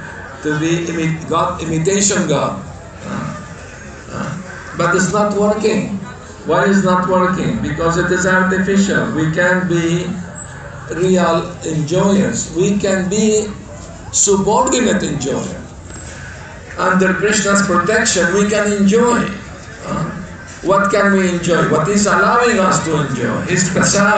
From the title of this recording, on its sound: Lecture tonight in the Ratha Yatra festival in Georgetown Guyana